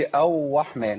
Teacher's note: ابدلنا الراء بواو. واو مفخمه ليه؟ لانك لسانك انا ماشي في مخرج الراء.